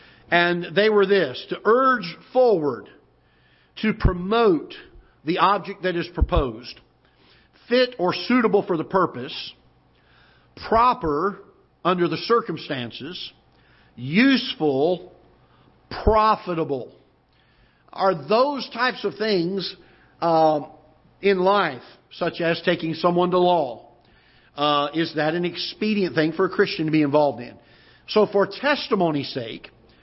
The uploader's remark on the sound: Ketha Heights Baptist Church ~ Live Broadcast